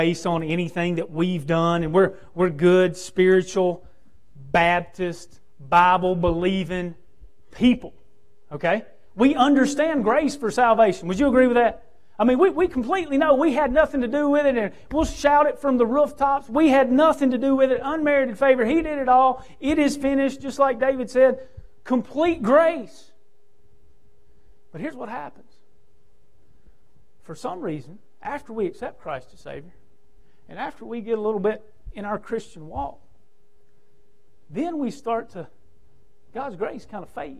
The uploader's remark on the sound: preaching from the pulpit at Victory Way Baptist Church